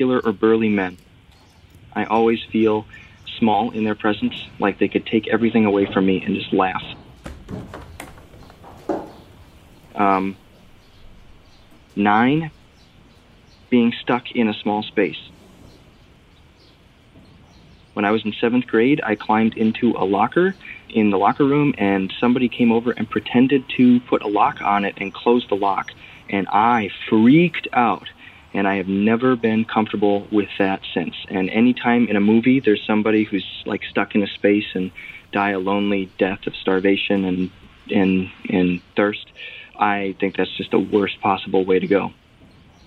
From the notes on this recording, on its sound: A 23 year old listener who called in to us from the Minnesota/North Dakota border.